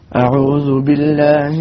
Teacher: حاول تظهر الهاء مكسورة